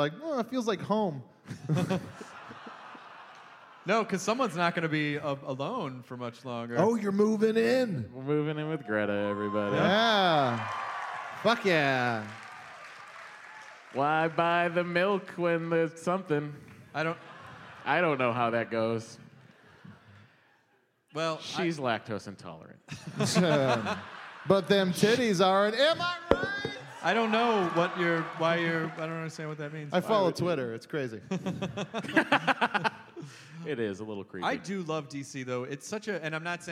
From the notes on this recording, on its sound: 930 Club: Live in DC! Recorded LIVE in DC on January 6! About 700 people showed up to this one and it was a BLAST and a half.